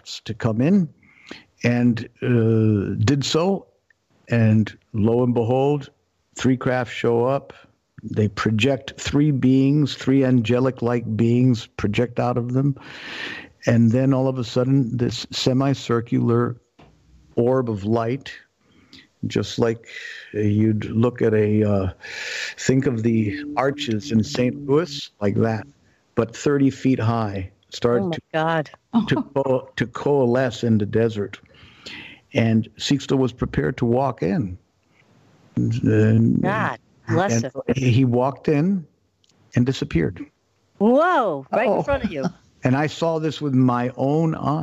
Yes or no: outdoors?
no